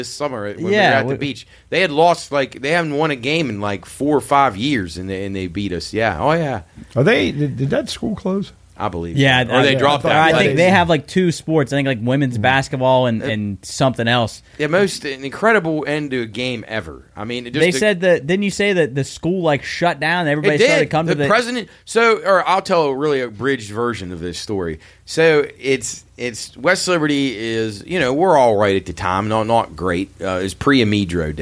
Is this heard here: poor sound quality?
no